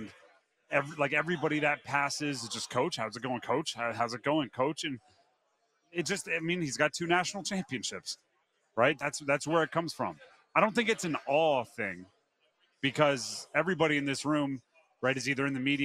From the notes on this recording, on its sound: live in Charlotte for the final day of the 2023 ACC Football Kickoff.